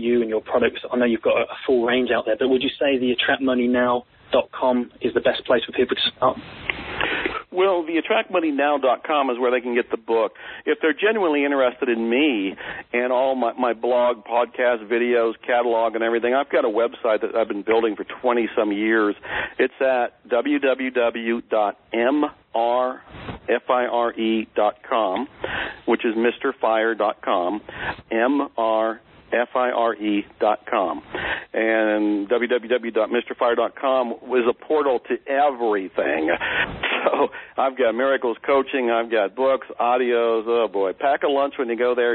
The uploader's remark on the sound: Please excuse the audio quality, this was a recorded telephone conversation